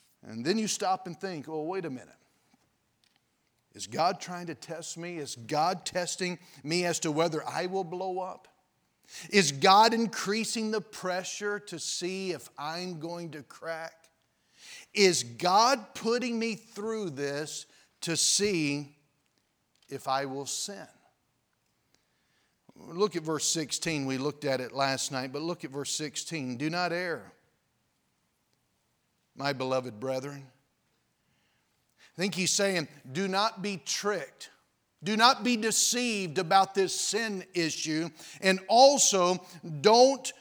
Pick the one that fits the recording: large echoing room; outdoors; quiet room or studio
large echoing room